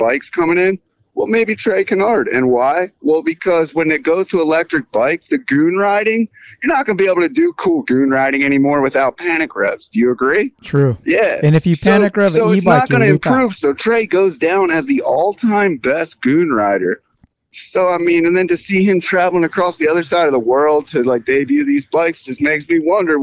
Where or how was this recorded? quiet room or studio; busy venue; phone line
phone line